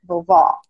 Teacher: A boca abre mais quando a gente fala o ó